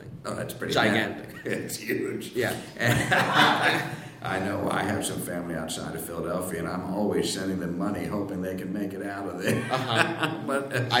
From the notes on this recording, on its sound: a fantastic live show